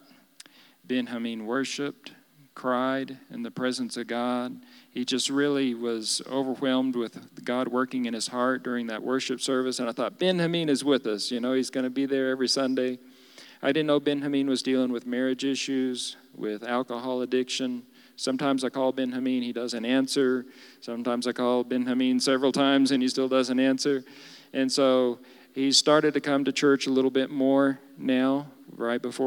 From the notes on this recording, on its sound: Recorded live during our Wednesday night service